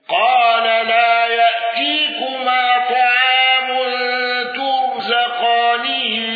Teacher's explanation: خلف عن حمزة بالسكت على المد المنفصل